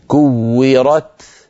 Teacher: أولا نحبس صوت التاء ثم نطلق الهواء فينطلق الهواء بعد حبس الصوت، حبس الصوت أولا ثم الهمس